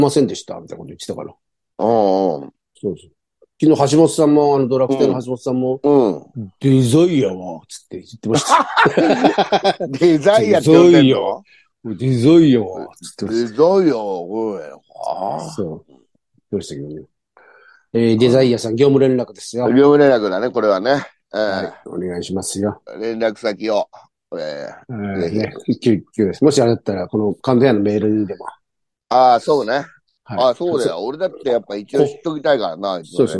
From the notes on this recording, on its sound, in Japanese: ZOOMで収録